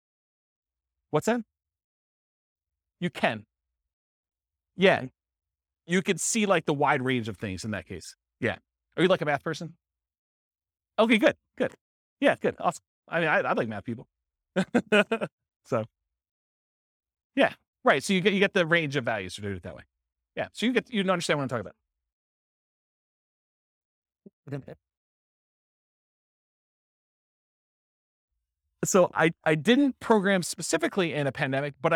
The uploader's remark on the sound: This was a live class recorded